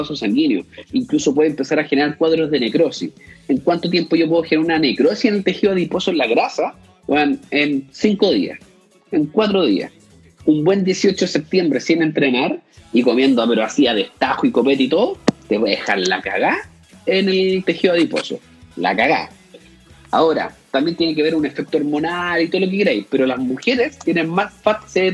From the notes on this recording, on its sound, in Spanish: Conversaciones desde instagram